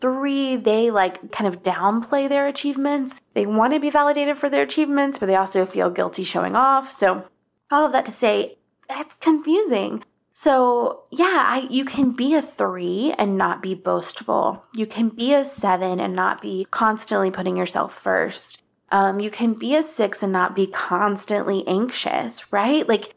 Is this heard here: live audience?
no